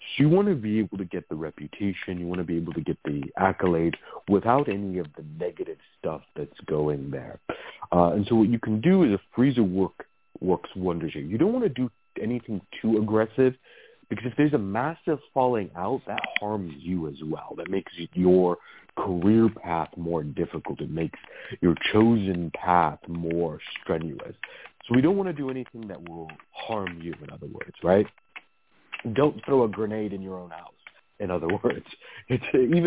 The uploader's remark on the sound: a real, live call-in show